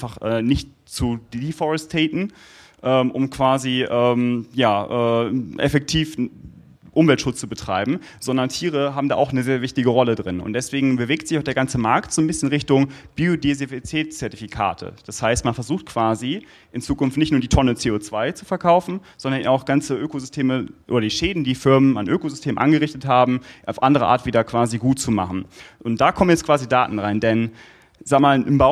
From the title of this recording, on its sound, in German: LIVE Podcast auf dem Digital Summit Euregio